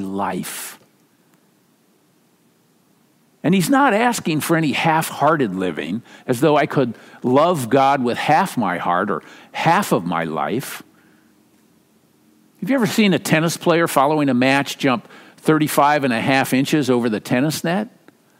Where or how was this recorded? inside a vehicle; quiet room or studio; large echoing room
large echoing room